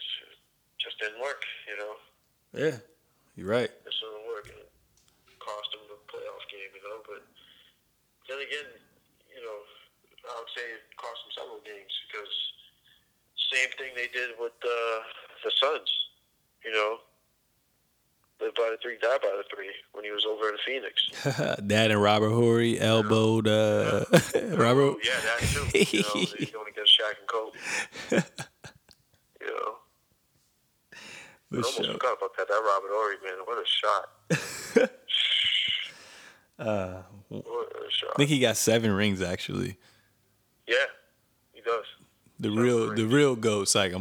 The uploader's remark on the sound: live call